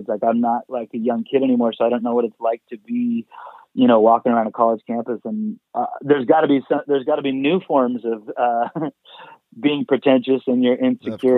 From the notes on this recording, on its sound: Is live in studio (actually, on the phone, ya know, coronavirus and all...)